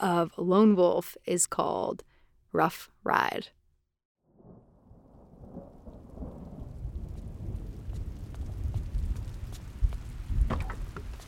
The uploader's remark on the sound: In the Truck